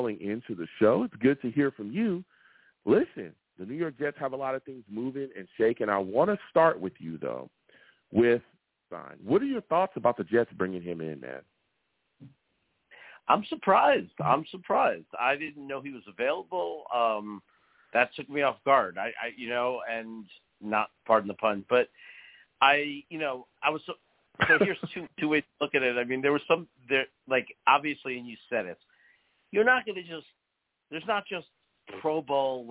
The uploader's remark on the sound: Tonight, live at 7pm eastern. I take live callers!